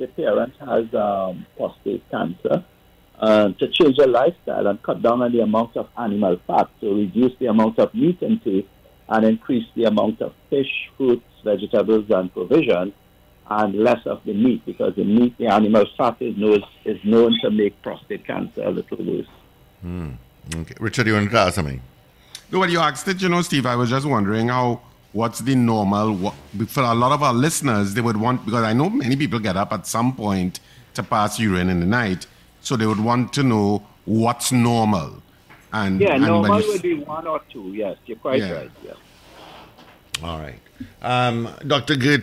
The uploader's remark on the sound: we take more calls from the audience